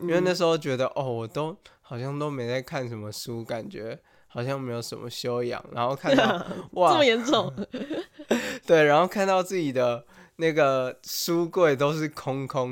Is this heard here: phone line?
no